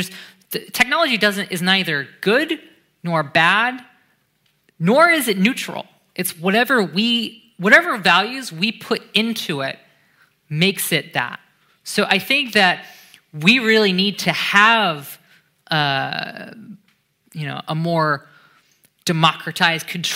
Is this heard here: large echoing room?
yes